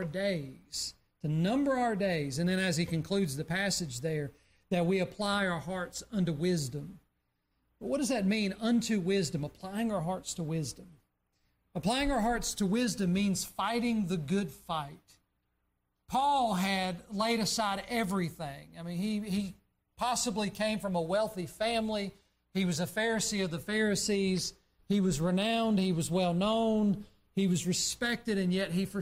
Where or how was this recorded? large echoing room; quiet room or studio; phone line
large echoing room